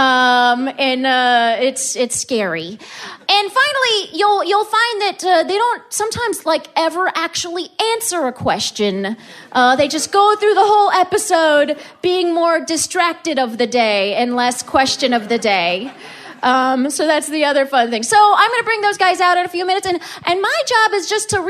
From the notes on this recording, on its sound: In January, the guys stepped out of the recording booth and onto the stage to hold a 90-minute live event at the Bell House in Brooklyn, NY. Listeners submitted questions for the event through social media.